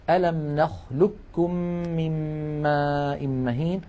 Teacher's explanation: إدغام القاف الساكنة في الكاف، وقلنا ليس لها إلا مثال واحد في القرآن الكريم وهو قوله تعالى في سورة المرسلات ألم نخلقكم من ماء مهين، ننطقه بكاف مشددة.